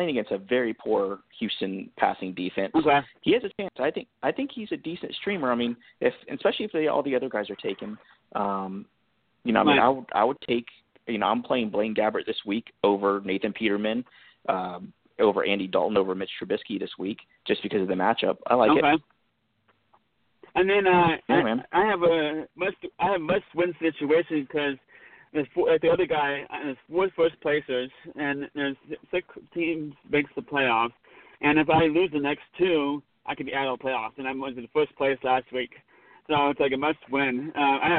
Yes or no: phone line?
yes